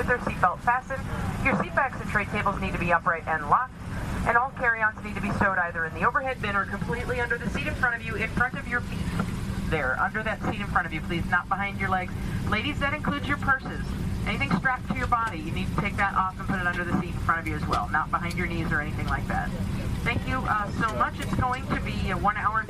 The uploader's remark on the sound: I'll take the mystery out of flight with the actual sounds of a flight I took recently.